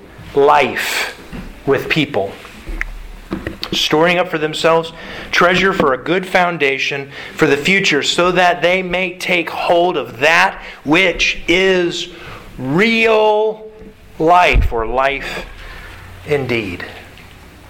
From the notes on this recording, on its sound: Sermon delivered to the Galena Bible Church